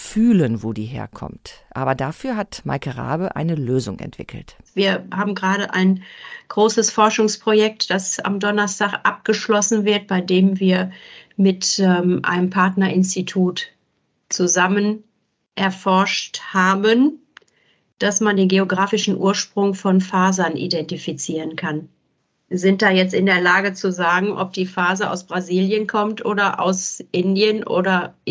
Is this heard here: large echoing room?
no